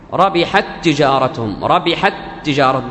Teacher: كأنك نطقت بتاء واحدة مشددة، وهذا هو الإضغام